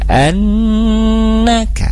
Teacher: Selanjutnya di kalimat annaka, annaka, di sana ada gunnah musyaddadah nun bertasdid, jangan lupa untuk ditahan 3 harkat kemudian di alirkan ke rongga hidung